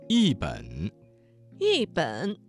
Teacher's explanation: 一字在三声之前变成了四声 · Term: 语流音变